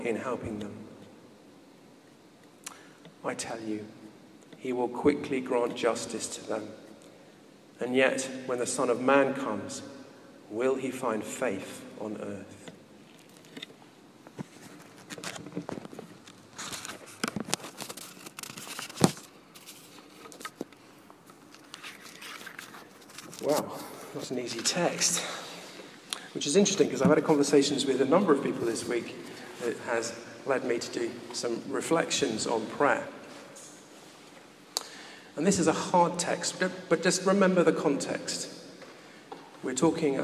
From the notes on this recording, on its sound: recorded at a Moot Community Eucharist at St Mary Aldermary Church in the City of London